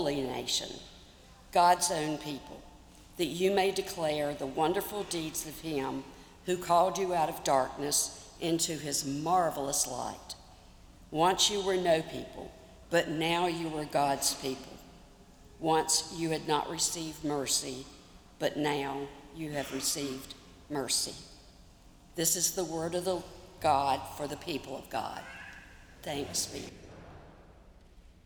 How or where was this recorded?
large echoing room